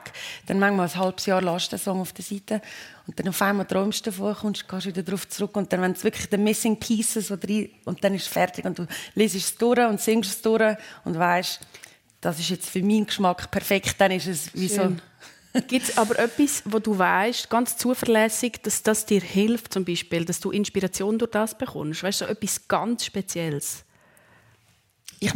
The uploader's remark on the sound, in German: live aus dem Seedamm Plaza in Pfäffikon